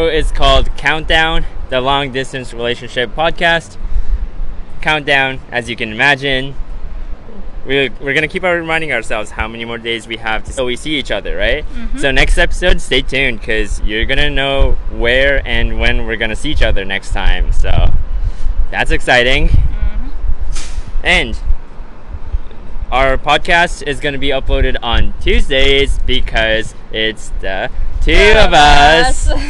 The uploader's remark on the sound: (recorded outside?). Countdown is a true long distance relationship couple podcast made in two parts of the world.